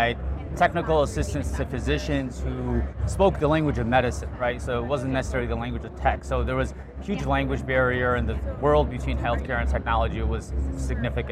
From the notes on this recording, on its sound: It’s an Interview in Action live from HLTH.